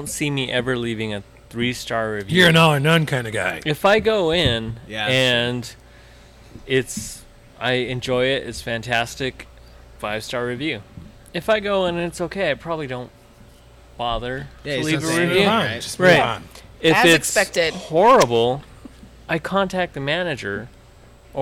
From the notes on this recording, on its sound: This week we visit Coal Mine Ave Brewing in Littleton, Colorado